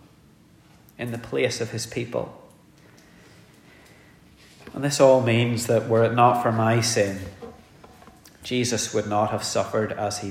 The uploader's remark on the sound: The sermon was preached in our communion service